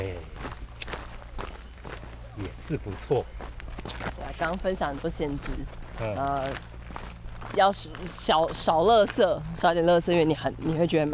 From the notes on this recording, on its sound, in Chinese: 跟著我們下山邊走邊聊。錄音地點：草嶺古道。